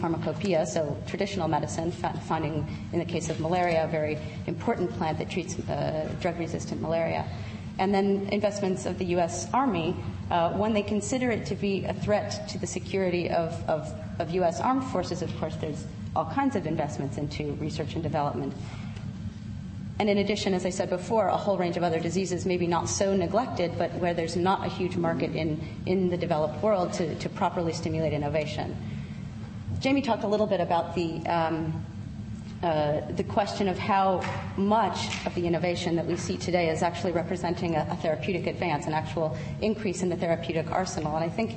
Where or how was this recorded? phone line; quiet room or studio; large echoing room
large echoing room